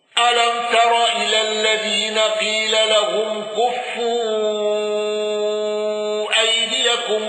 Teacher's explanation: النقاش بالسكت على المفصول